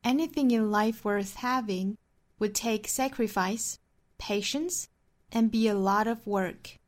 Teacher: sacrifice 用一个升调 patience 用升调扬起来，最后的 be a lot of work 用降调 · Term: 列举的语调